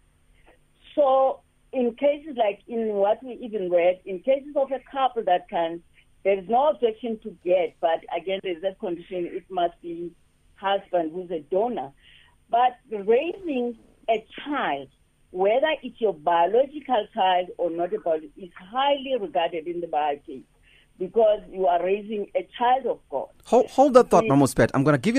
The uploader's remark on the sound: Guest on the phone